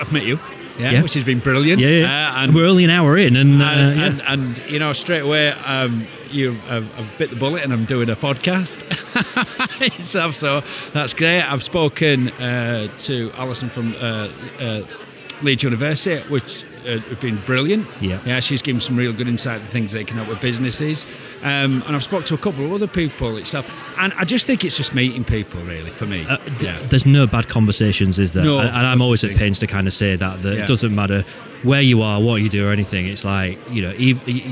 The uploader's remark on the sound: Recorded at YORBusiness Expo in Leeds in March 2023.